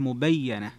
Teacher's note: تفرد ابن كثير وشعبة بتشديد الياء لكن مع الفتح مبينة